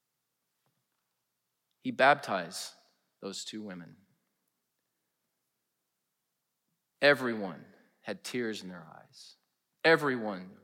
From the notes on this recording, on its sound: Preached in #SWBTSChapel on November 3, 2022.